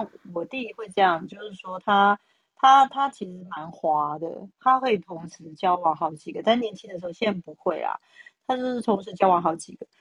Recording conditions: poor microphone